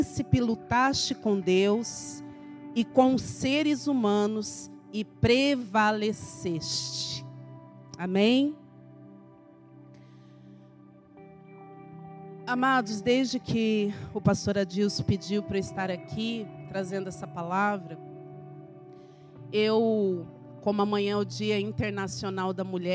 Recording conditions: large echoing room